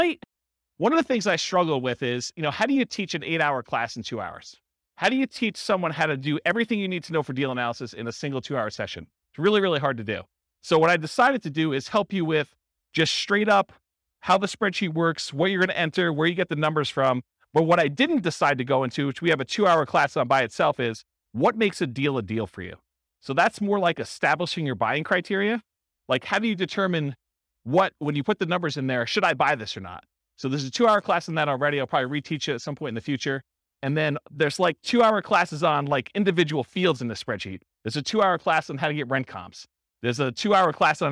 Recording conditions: live audience